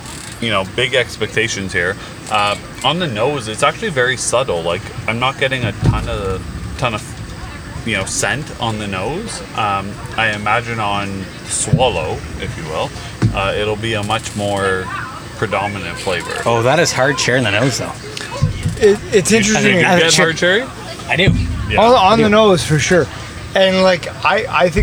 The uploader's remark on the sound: We hope you enjoy the environment as live music plays in the background throughout the podcast.